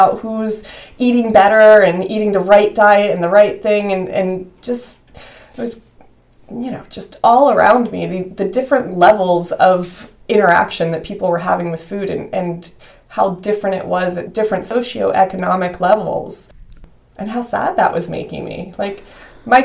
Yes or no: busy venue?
no